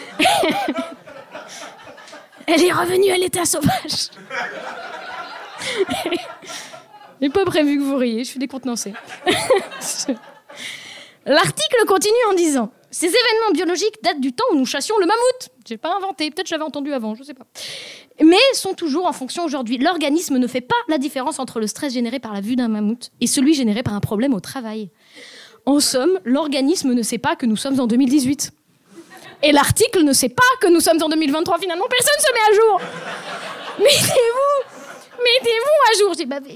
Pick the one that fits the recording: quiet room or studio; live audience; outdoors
live audience